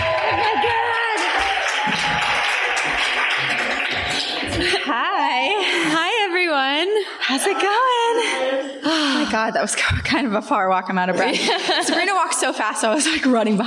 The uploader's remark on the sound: Live from New York